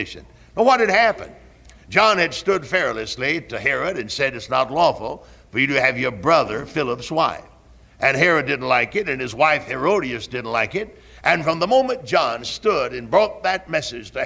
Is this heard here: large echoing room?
yes